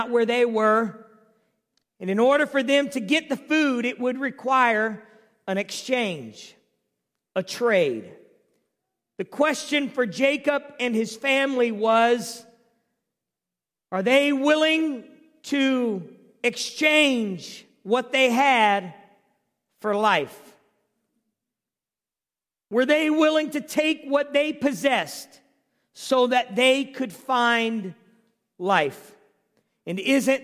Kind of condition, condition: setting, large echoing room